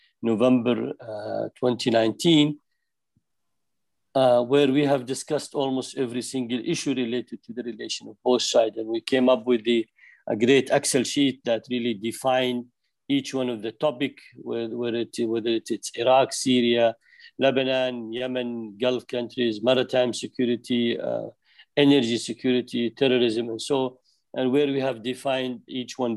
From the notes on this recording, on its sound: This public talk was conducted online via Zoom.